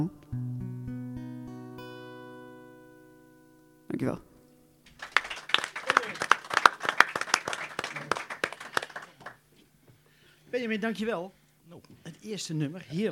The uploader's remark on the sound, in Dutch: De 'Stem' vanuit het Milky-W theater. Met publiek.